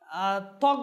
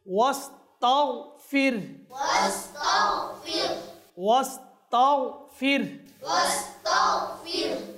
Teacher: গয়ন হরফে মুস্তালিয়ার হরফ রয়েছে, সদা সর্বদা মোটা হবে · Shown in: second take